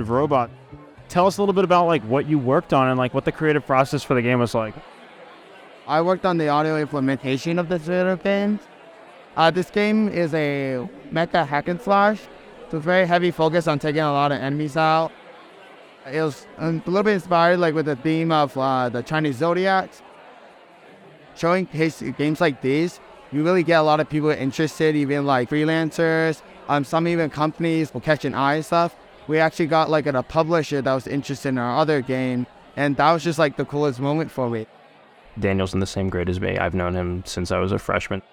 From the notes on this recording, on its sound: Attended the PAX East gaming convention. Roamed the Boston Convention & Exhibition Center with a recorder in hand.